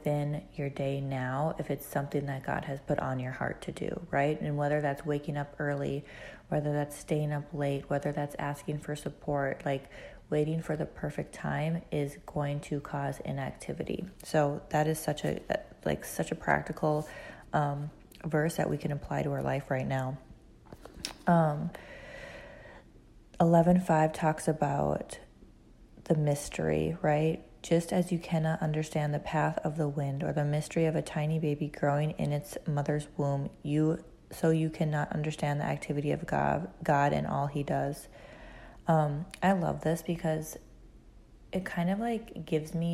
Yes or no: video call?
no